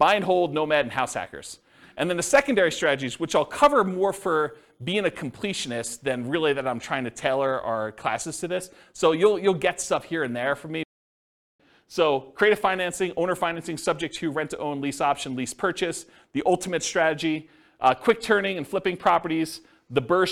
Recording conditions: live audience